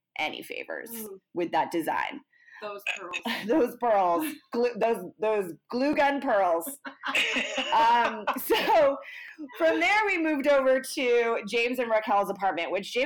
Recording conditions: poor sound quality